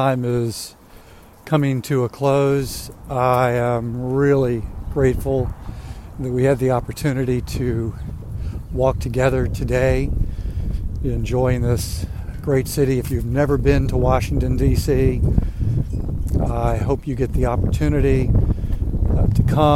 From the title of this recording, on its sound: A Walk In Washington DC